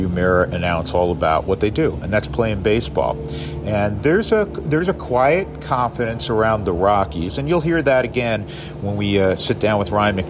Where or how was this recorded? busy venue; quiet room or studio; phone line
busy venue